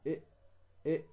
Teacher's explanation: ضع يدك على حلقك تجد الهمزة من أين تخرج؟ من الحلق · Term: الحروف الحلقية